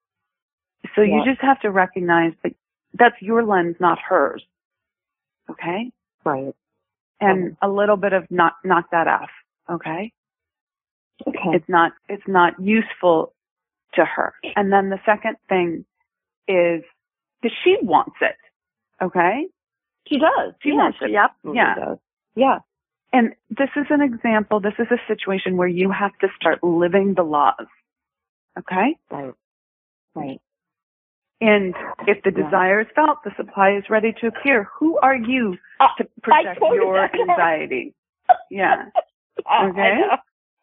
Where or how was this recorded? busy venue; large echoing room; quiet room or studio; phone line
phone line